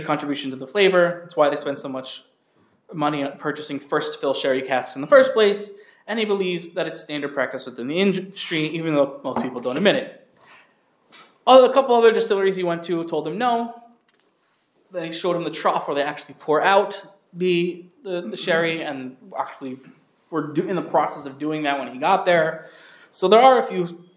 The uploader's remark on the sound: This shiur was delivered to the Sephardic Torah Center of the Main Line in Lower Merion, PA.